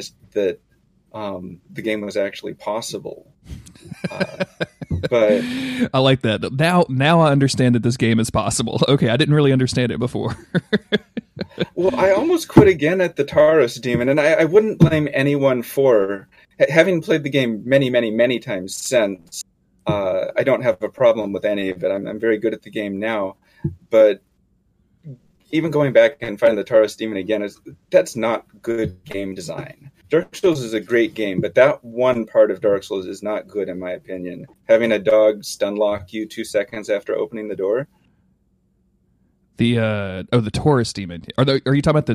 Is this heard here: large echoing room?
no